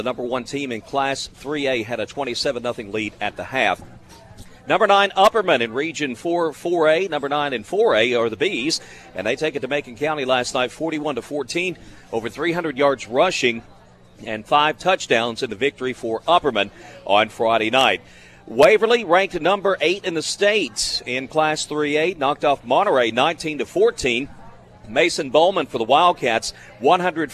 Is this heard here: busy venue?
yes